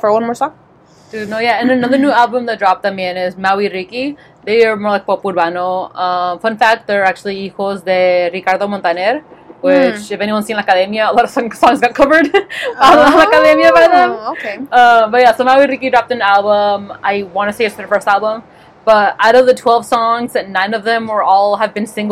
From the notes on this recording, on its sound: This week we come to you Live From Outside!